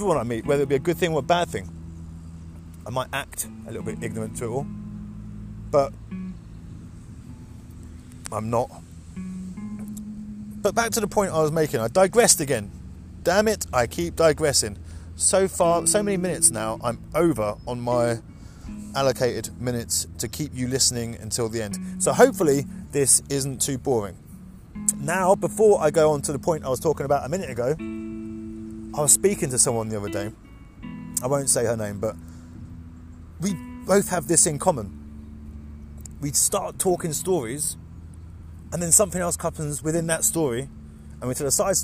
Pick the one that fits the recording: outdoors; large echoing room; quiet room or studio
outdoors